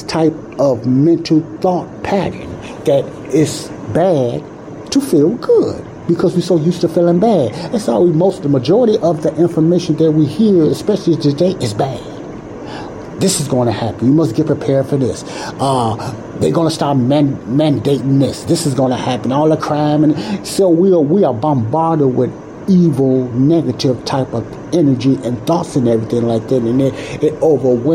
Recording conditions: background noise